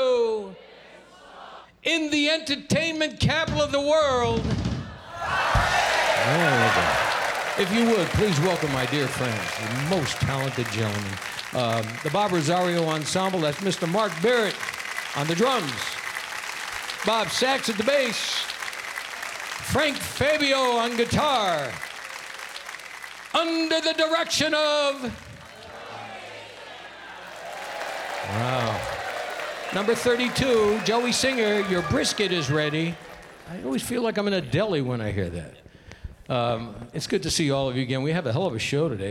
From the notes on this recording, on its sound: Live at the South Point Casino